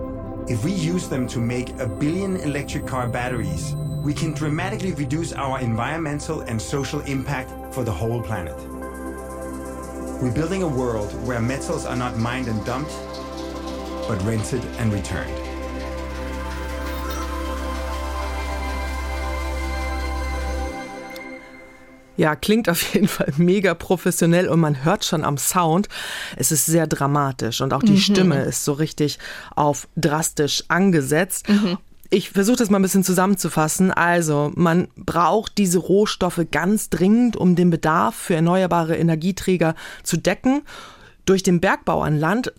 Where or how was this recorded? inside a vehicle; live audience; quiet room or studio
quiet room or studio